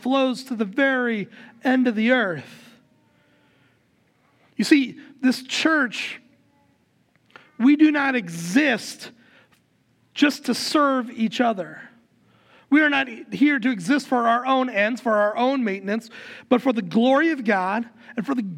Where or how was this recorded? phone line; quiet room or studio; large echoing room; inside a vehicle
large echoing room